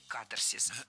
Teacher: Запоминаем ударение на первом слоге – «катарсис».